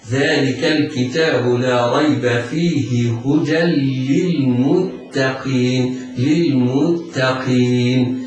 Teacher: هذا لحن جلي لا ينبغي للمبتدئ القارئ أن يقع فيه، وإنما يتحرز من التفخيم فينطق بالتاء مرققة، ينطق بعدها بالقاف مفخمة. هكذا ذلك الكتاب لا ريب فيه هدى للمتقين، للمتقين، تاء مرققة، القاف مكسورة مفخمة، المتقين.